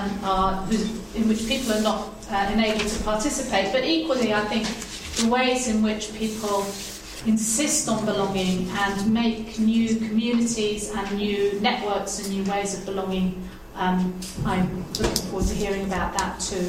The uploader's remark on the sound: Two presentations and the first panel discussion of the Silent University event which took place at the Oxford Department of International Development on 20 May 2014.